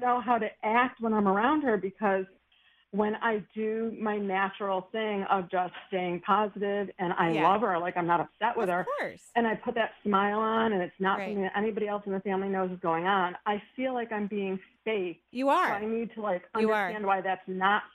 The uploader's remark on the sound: Today is a call-in show.